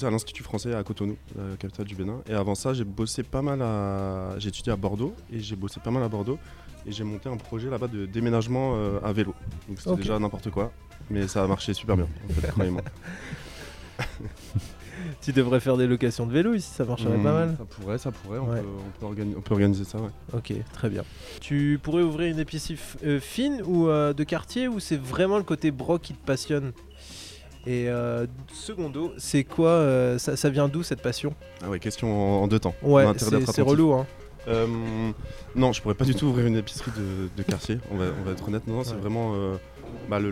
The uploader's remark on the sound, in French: Emission en direct de Maja café-Brocante